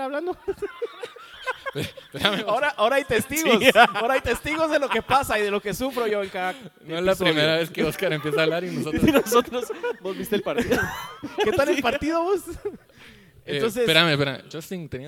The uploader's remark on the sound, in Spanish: El evangelio y mis relaciones (EN VIVO).